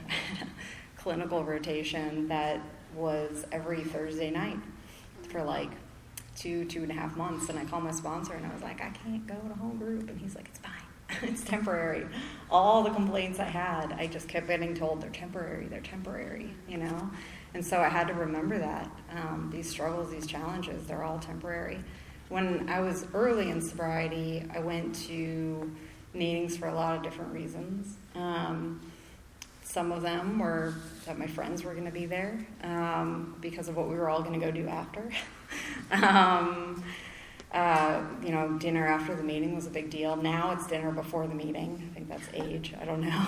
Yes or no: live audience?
yes